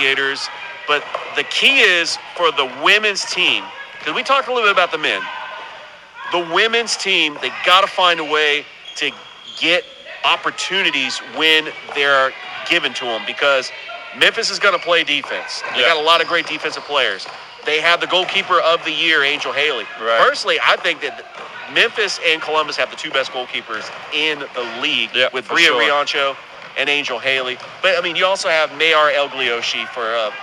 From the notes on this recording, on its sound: Live Show on location at Girls Inc in Columbus, GA